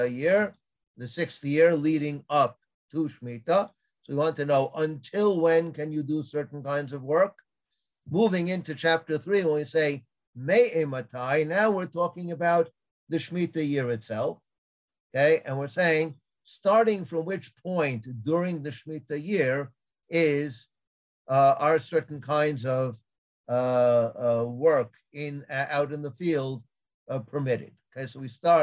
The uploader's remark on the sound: This audio was originally captured from Zoom